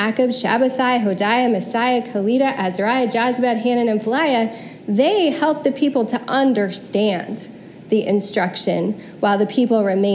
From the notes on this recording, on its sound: Preached at CityChurch in downtown Iowa City on January 30, 2022.